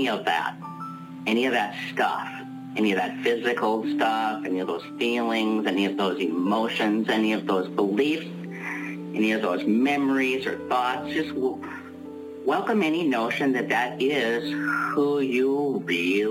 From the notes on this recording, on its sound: Pay Me What I'm Worth conference-call based classes. We record (then broadcast) our classes.